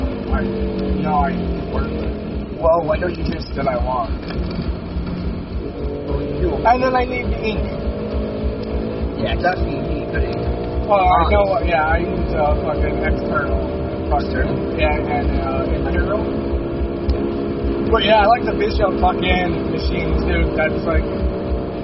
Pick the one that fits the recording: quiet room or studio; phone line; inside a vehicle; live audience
inside a vehicle